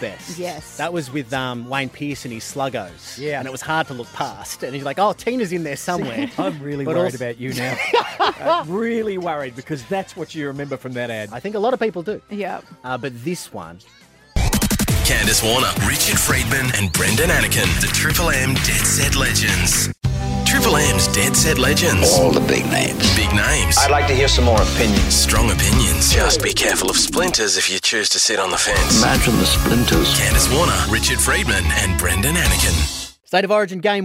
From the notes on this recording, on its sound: We put it to the phones